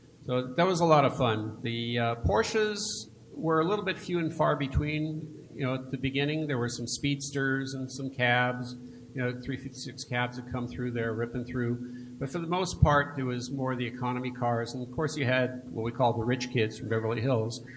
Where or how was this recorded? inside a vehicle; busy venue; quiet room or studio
busy venue